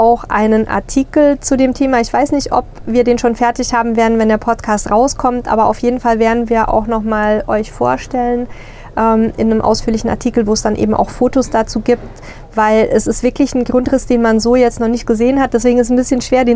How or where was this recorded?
busy venue